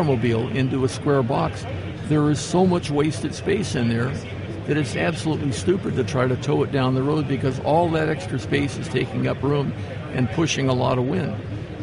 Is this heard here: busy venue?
yes